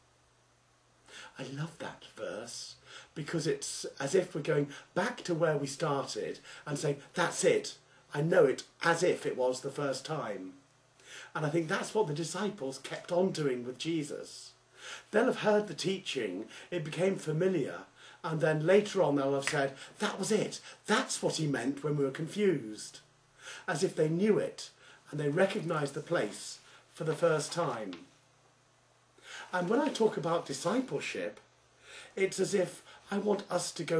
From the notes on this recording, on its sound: Originally preached at the evening "Connect" service at St James Church, Styvechale, in Coventry, England on 27th September 2009.